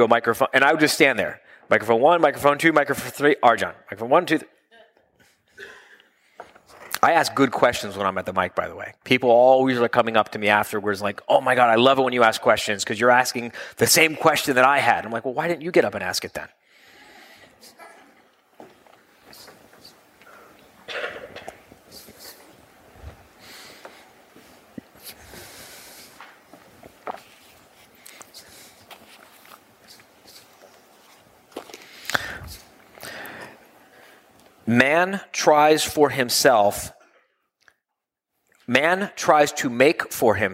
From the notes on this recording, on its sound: during his January 2016 live quarterly meeting in Malibu